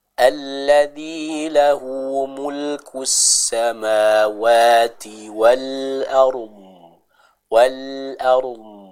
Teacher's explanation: huruf dhad ini merupakan di antara huruf-huruf yang punya sifat itbaq, yang punya tingkat ketebalan yang tinggi